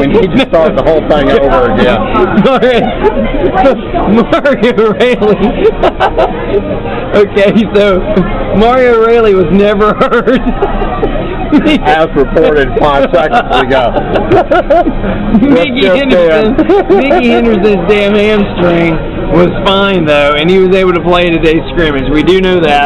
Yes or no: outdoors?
yes